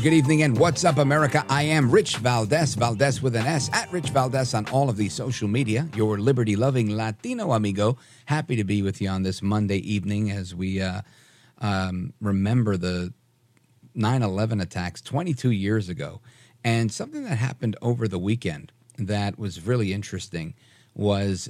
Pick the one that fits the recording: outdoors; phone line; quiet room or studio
phone line